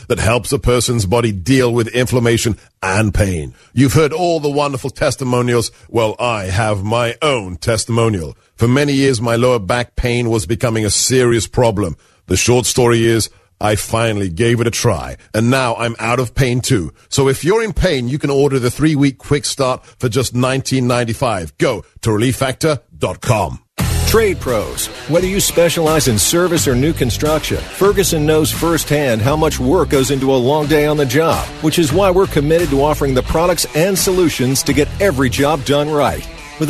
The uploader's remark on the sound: takes some listener calls